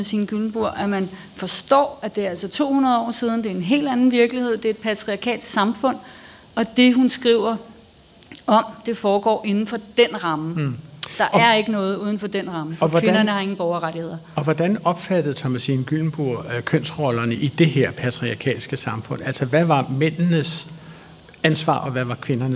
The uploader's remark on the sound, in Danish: Klog på Sprog live fra Bogforum i Bella Centeret